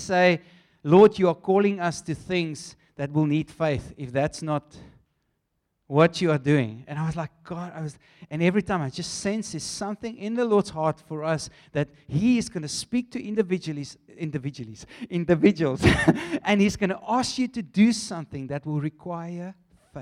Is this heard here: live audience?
yes